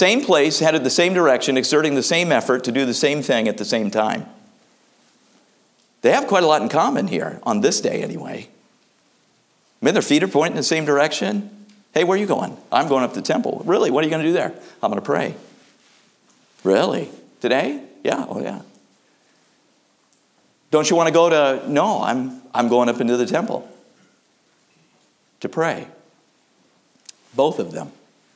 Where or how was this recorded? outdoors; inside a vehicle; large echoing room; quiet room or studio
large echoing room